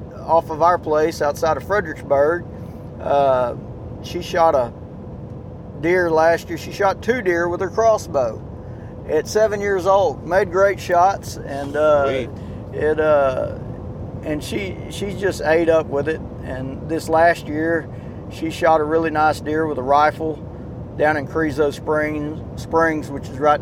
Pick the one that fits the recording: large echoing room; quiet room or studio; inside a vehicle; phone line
inside a vehicle